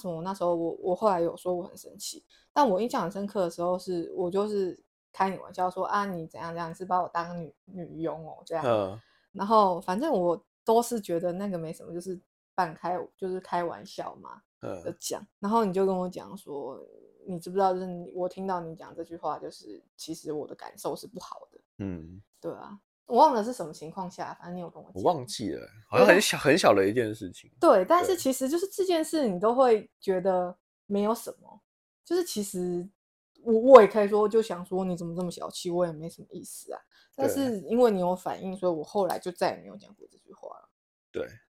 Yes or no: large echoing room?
no